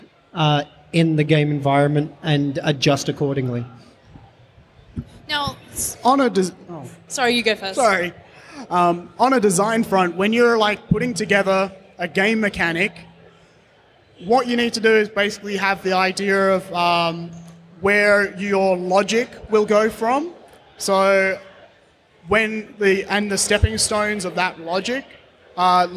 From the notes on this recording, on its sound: Live at Perth Games Festival 2017. We're back for another live episode at Perth Games Festival. From our home state of Western Australia.